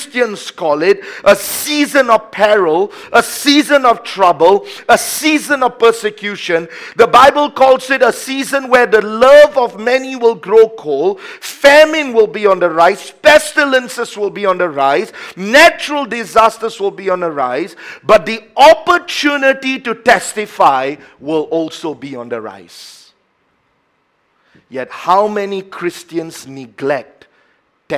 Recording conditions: large echoing room